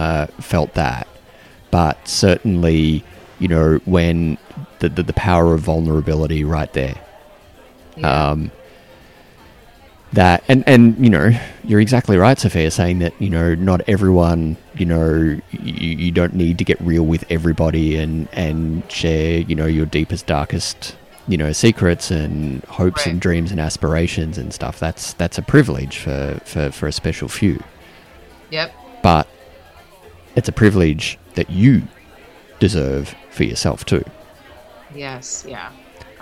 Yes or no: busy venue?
yes